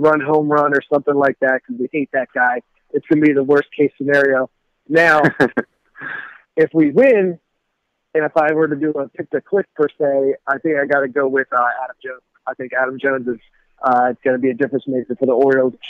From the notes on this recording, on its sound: take to the phone